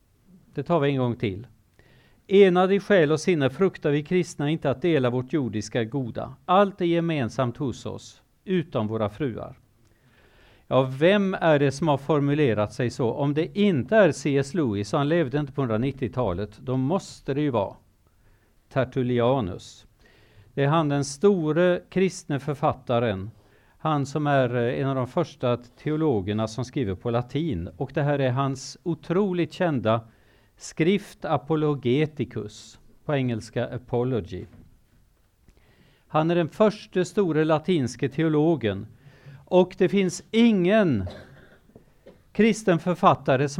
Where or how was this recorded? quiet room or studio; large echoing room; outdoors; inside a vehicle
large echoing room